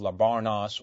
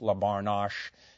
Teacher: there seems to be a sh rather than an s sound in Hittite names · Shown in: second take · Term: sh sound